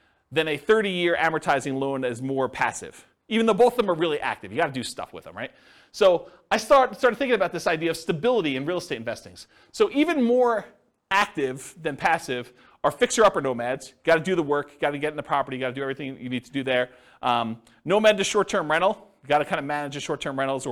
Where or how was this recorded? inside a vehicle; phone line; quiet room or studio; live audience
live audience